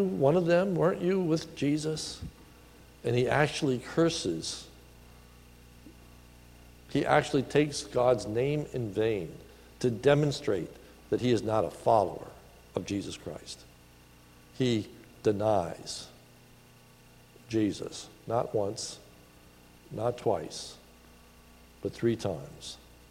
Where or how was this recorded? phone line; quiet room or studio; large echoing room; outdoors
large echoing room